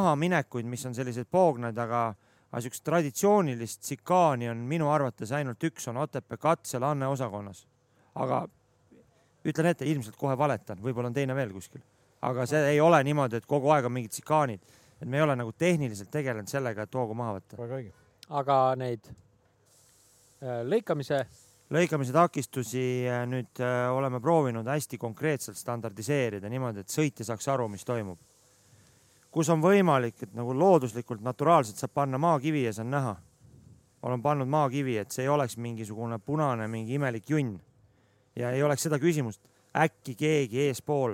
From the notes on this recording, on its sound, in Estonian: Otse sündmuskohast.